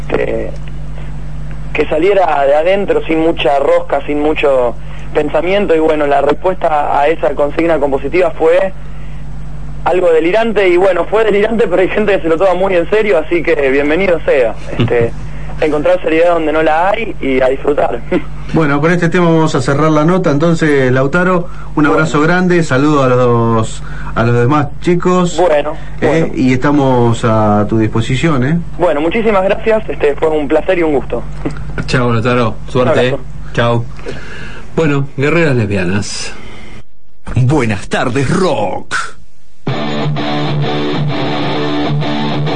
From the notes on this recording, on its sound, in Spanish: Nota telefónica. En Buenas Tardes Rock.